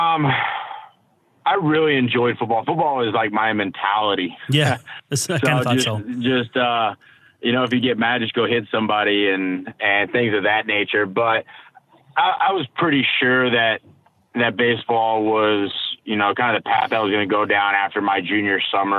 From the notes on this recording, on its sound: Call in!